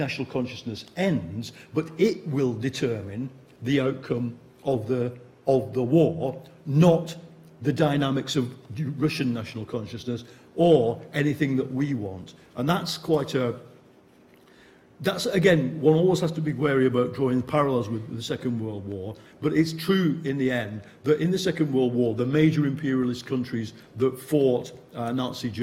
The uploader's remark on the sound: In this public lecture. Her lecture is followed by a discussion.